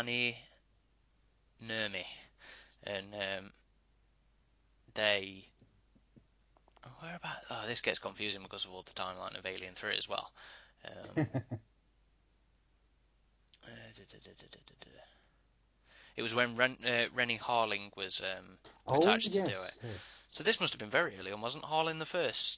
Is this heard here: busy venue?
no